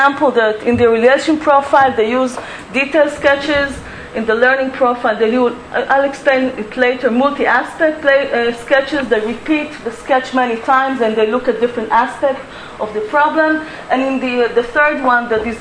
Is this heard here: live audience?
yes